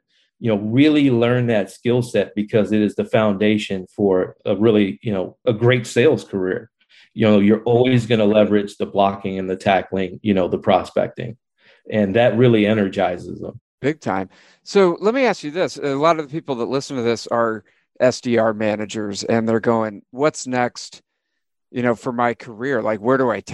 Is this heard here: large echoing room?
no